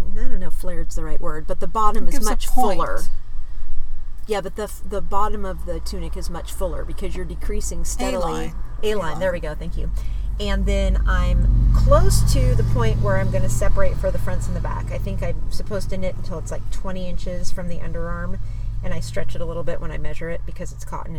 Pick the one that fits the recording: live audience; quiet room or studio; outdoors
outdoors